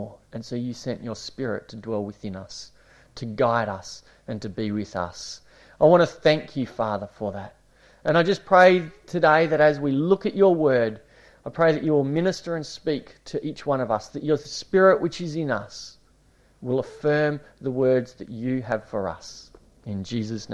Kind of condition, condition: setting, large echoing room